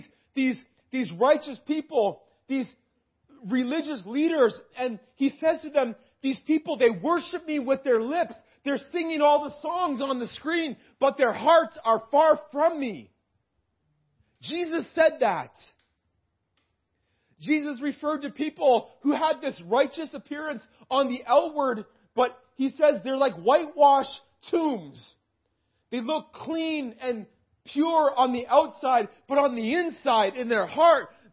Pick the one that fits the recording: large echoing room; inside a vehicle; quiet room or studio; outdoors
large echoing room